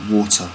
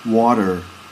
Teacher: So if you take the word water in America, in Britain we pronounce the T or T like a T sound, so water, T, you can hear that, water. In America they would pronounce that with a D sound · Shown in: second take · so you get like water.